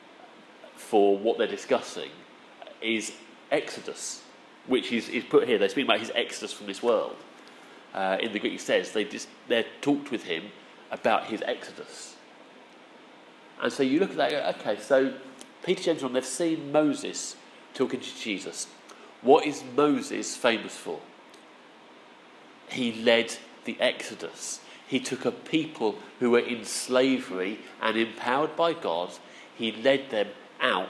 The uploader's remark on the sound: Our sermon from the 9am service